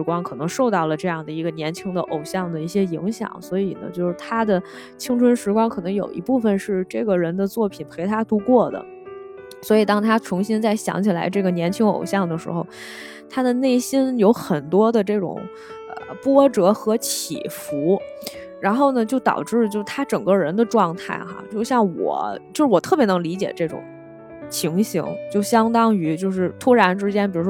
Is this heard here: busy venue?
no